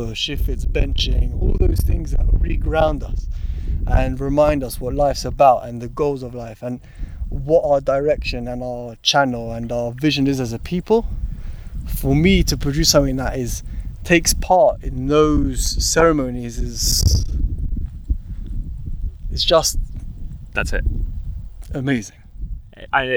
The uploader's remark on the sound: strolling through the vineyards in the hills just outside Jerusalem